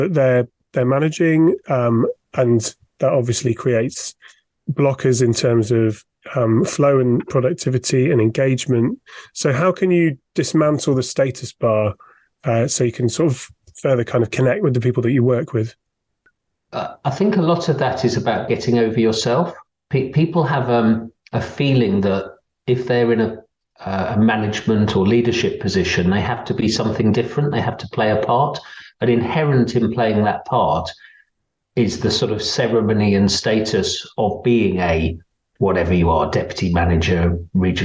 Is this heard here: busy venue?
no